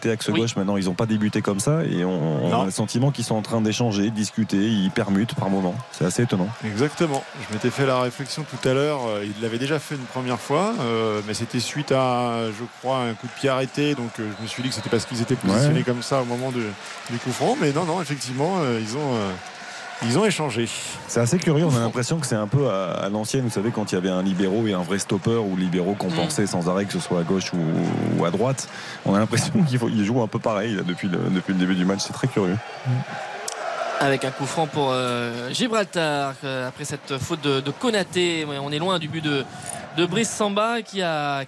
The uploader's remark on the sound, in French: en direct du stade de l'Algarve à Faro